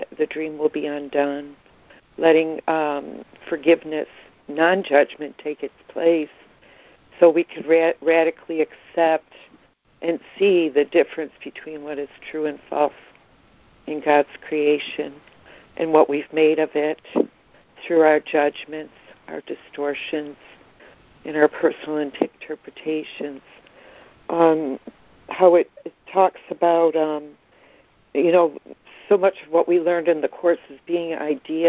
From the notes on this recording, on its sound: ACIM Daily Conference Call